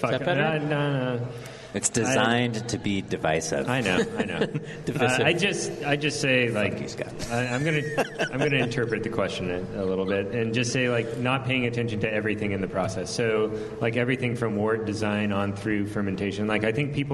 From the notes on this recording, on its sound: The Sour Hour continues its broadcast live from The Rare Barrel!